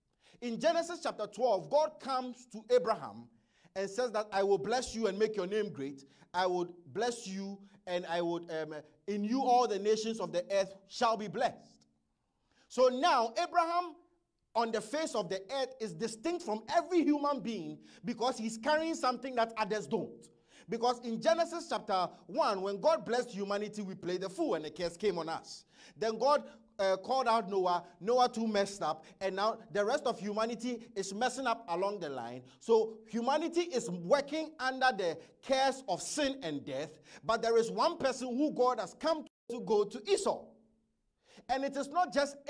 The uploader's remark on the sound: Message preached at ICGC Toronto Assembly